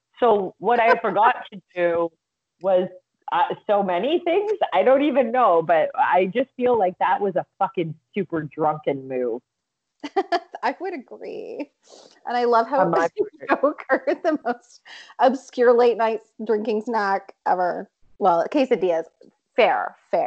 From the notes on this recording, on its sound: In our first attempt at doing a virtual podcast, our audio isn't the best...bare with us.